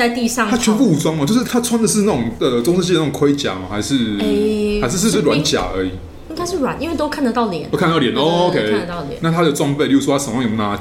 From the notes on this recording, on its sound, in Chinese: 本集白噪音指數：蚊風級 1/5。錄音地點： The Gathering Cafe 齊客咖啡。